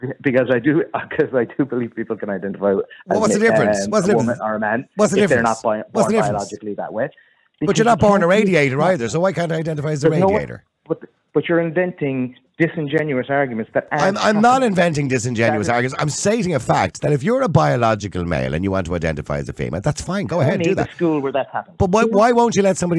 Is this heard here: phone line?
yes